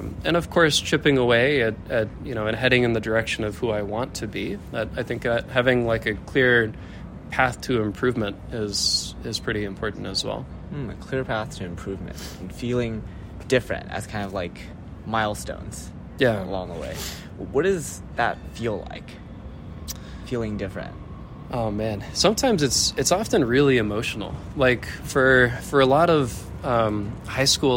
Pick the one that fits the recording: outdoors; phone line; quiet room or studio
outdoors